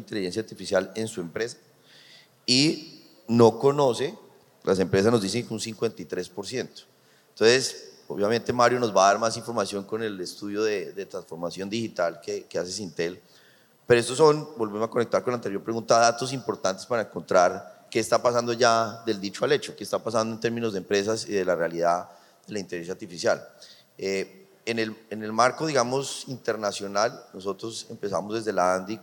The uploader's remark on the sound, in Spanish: Este es un episodio grabado en vivo durante ANDICOM 2023 del panel "Sesgos de género en la era de la Inteligencia Artificial".